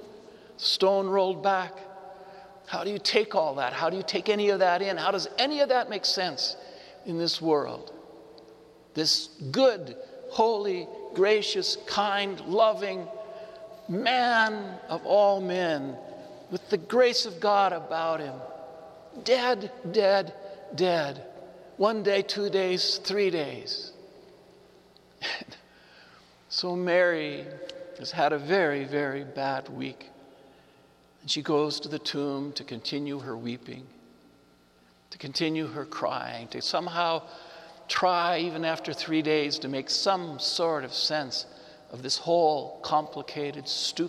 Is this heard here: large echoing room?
yes